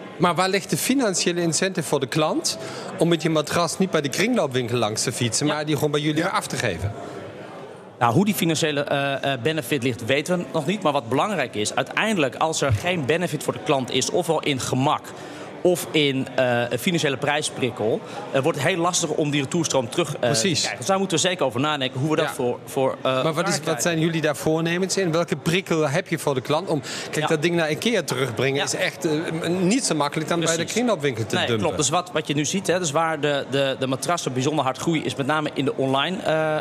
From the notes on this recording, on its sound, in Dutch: Live vanuit Circl op de Zuid-as.